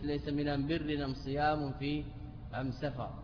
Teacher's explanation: هذه كلها أل لكنها مبدلة اللام ميما، وهذا خاص بلغة حمير